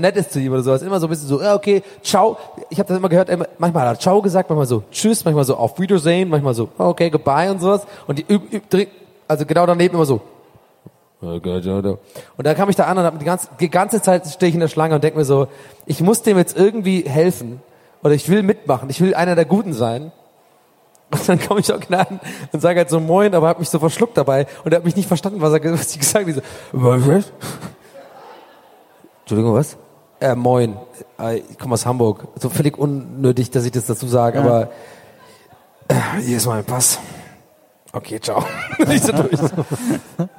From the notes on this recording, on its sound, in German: 2018 zu Gast beim Mit Vergnügen Podcast Festival in Berlin.